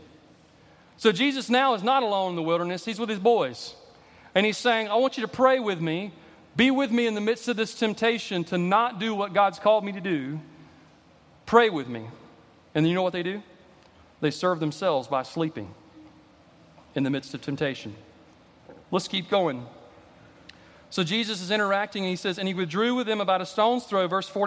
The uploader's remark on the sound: At Redeemer Presbyterian Church in Charleston, SC.